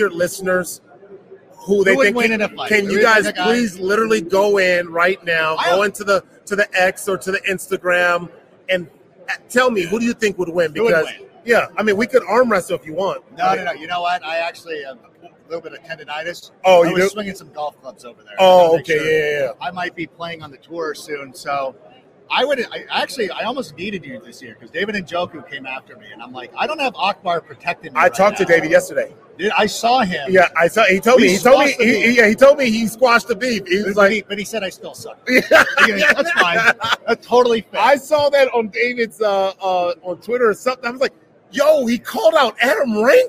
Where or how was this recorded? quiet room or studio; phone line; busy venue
busy venue